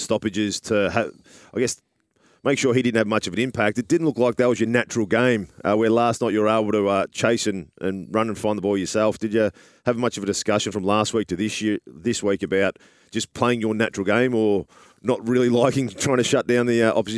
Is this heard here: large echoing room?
no